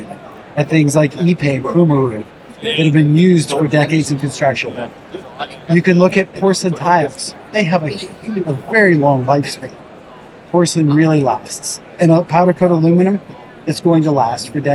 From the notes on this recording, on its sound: LIVE from Greenbuild 2023. In this bonus episode, we share a LIVE conversation from the 2023 Greenbuild International Conference and Expo in Washington D.C.